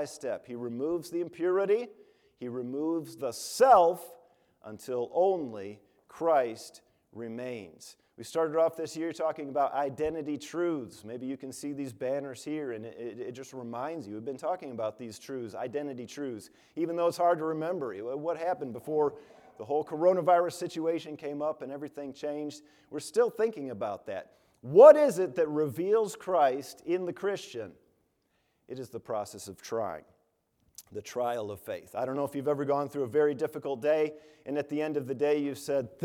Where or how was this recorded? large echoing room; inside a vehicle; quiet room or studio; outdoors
large echoing room